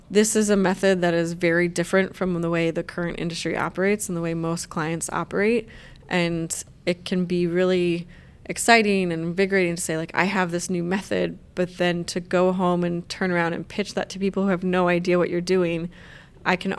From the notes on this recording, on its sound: episode recorded live onsite at the Event Design Certificate Program Level 3 Cohort 45 at Concordia University in Montreal Canada